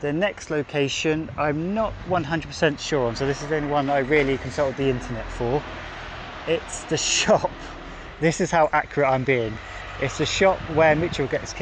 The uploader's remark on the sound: Your host talks to himself in public and hopes people just think that he's on a strange phone call.